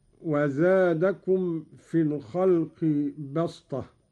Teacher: قوله تعالى: وزادكم في الخلق بسطة، قرأ قالون بالصاد قولا واحدا، وهي لغة قريش، أبدلت السين صادا لتوافق الطاء في الاستعلاء والإطباق